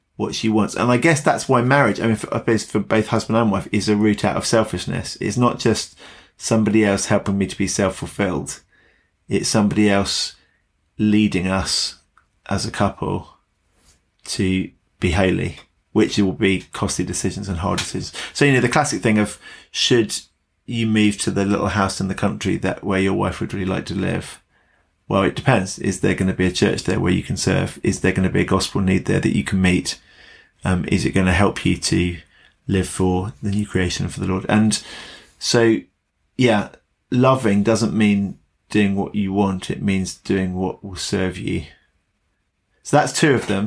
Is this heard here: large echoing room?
no